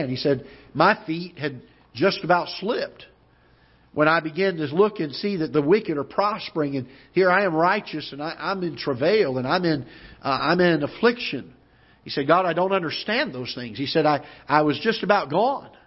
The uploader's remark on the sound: Ketha Heights Baptist Church ~ Live Broadcast